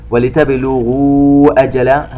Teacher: هذا مد منفصل يمد بمقدار 4 حركات